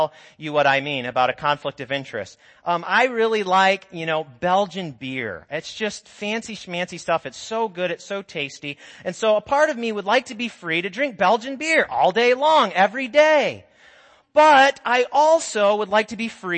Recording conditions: large echoing room